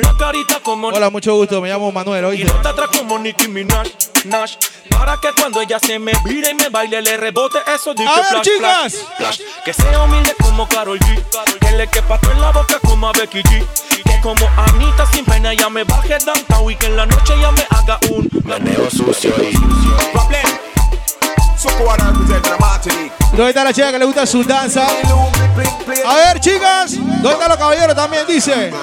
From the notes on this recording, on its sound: Live session crossover, opening at Passion Friday Patio Casco